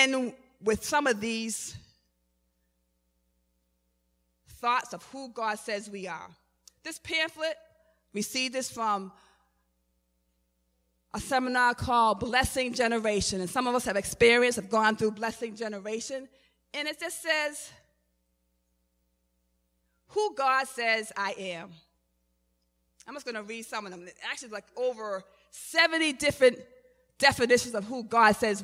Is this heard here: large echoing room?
yes